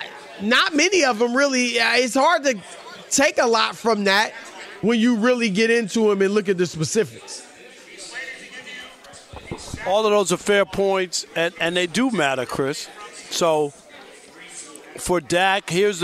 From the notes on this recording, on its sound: live from The Breeders' Cup at Santa Anita Park in Arcadia, CA!